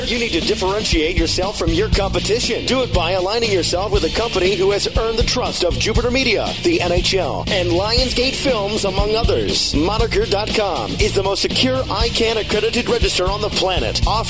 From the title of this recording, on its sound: LIVE from SES New York